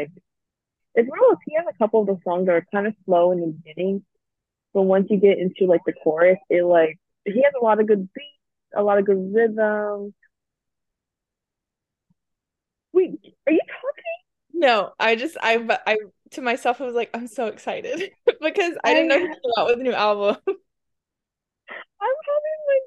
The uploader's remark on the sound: this episode, despite all the technical funks